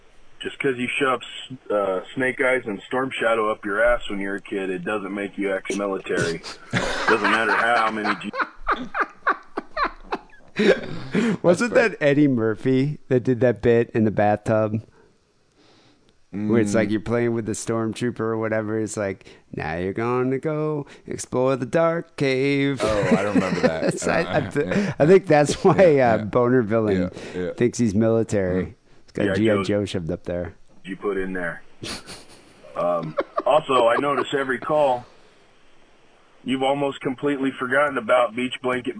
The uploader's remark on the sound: Phone calls.